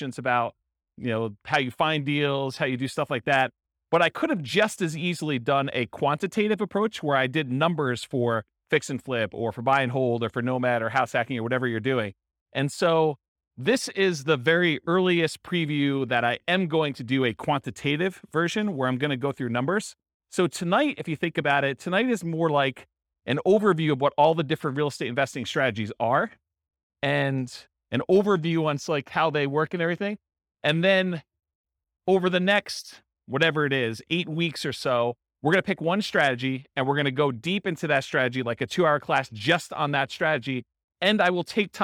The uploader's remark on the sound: This was a live class recorded.